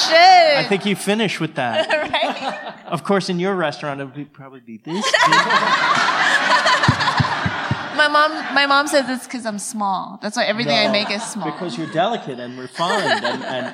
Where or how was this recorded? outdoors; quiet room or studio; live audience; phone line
live audience